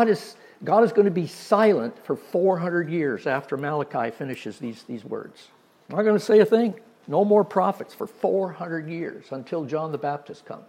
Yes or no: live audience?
yes